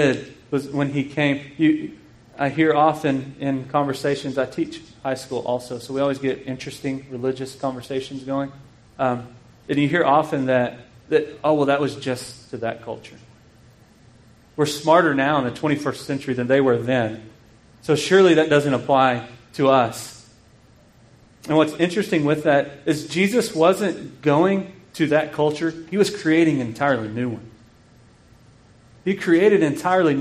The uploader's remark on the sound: This sermon was preached at Grace Bible Church in KIlleen, Texas.